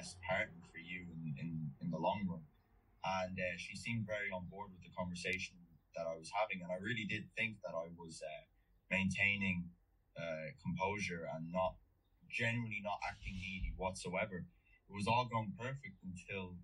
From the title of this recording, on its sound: Live Coaching Call